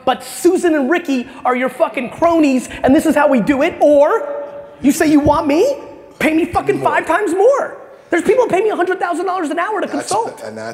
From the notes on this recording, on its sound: This episode is from a keynote I gave in Alpharetta, Ga.